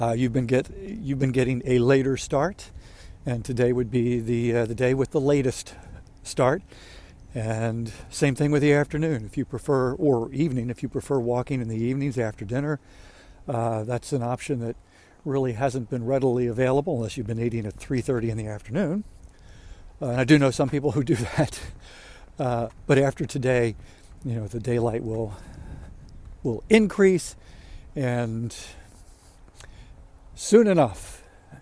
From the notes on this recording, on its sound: During today's ten-minute walk